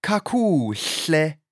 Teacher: start with the sh sound, and then you press your tongue up into the palate of your mouth. Okay, so that the sound and even a little bit of spit will come out the sides of your mouth.